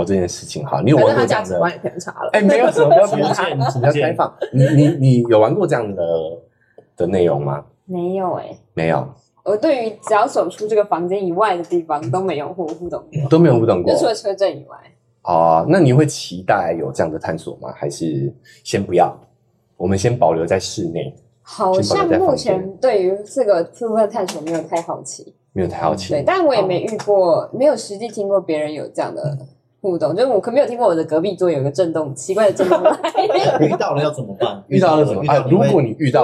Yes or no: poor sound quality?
yes